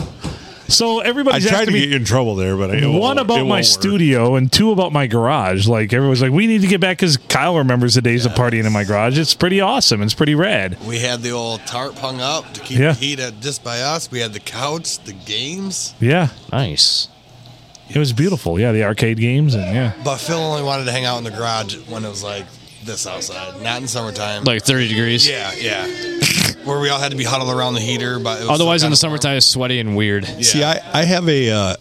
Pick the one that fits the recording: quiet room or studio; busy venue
busy venue